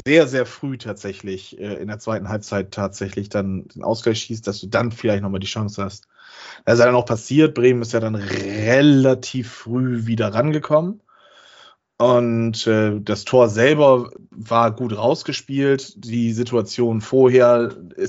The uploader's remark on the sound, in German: Aufgezeichnet am 11.04.2022 via Skype